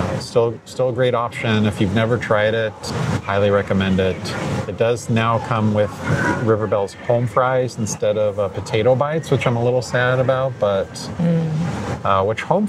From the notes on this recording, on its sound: Live from Disneyland - October 2023. A thrilling live recording. From the heart of Disneyland! At the Disneyland Resort, from the Haunted Mansion Holiday to the iconic Mickey Pumpkin on Main Street.